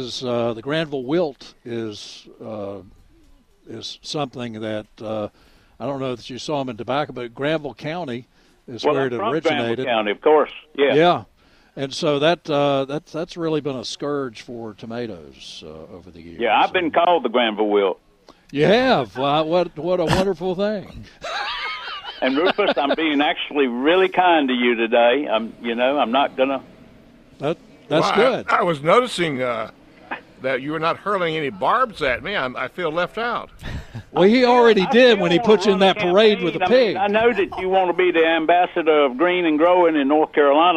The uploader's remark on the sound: broadcasting live from the North Carolina State Farmers Market